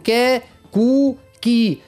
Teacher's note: والحرف هذا هو بطبيعته من الصفات متاعه يعني فيه من الشدة، لكن هو حرف مهموس